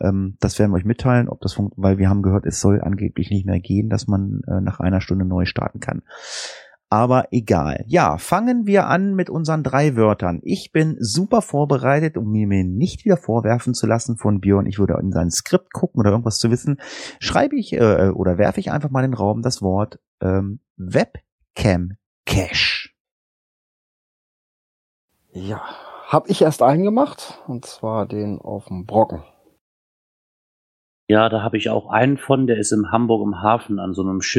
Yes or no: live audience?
no